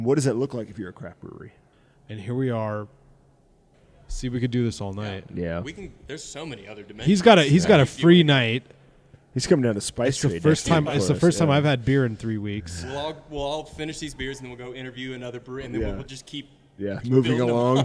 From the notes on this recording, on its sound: We got back together at Barquentine Brewing. After three months of Zoom interviews, we got back together at Barquentine Brewing.